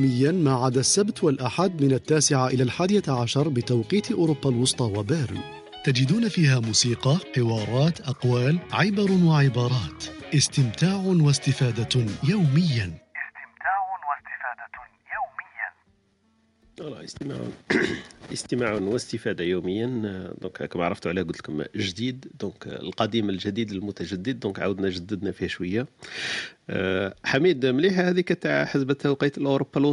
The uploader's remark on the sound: This was recorded on ClubHouse